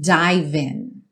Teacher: Dive, o E não é pronunciado, você já junta o V no in